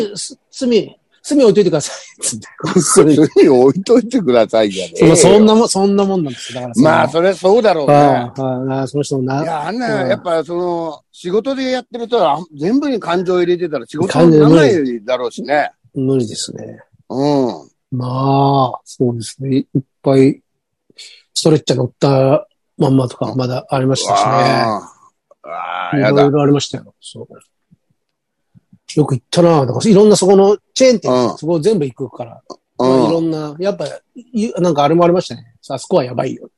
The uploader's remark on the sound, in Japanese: ZOOMで収録。